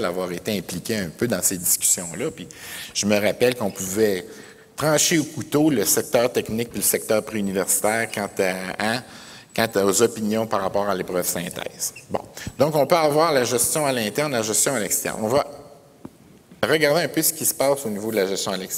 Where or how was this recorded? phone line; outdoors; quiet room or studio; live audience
live audience